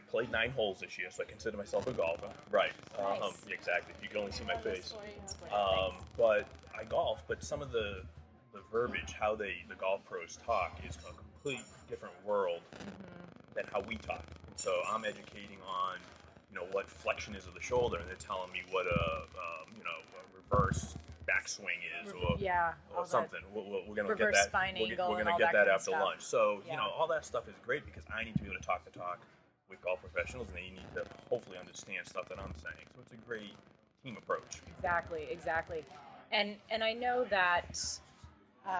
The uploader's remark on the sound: This episode was literally recorded while. Having lunch a the Titleist Performance Institute's Level 1 certification course in Rhode Island.